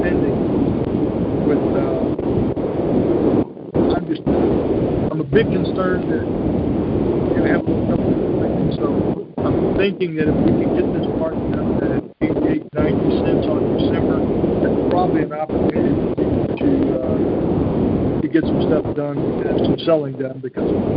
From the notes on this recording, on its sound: Monthly Cotton Conference Call.